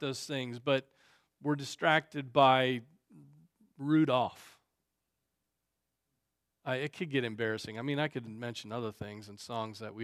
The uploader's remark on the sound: Preached on December 17, 2023 at Trinity Presbyterian Church ( Evangel Presbytery ) in Spartanburg, SC.